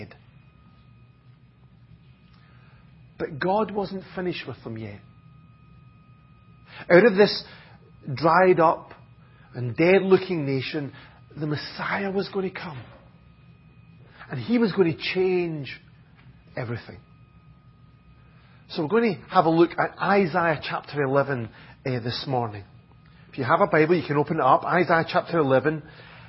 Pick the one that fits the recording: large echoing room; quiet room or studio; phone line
large echoing room